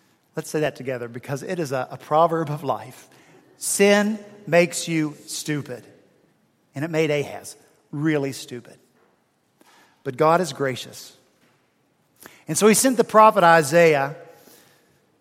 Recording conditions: large echoing room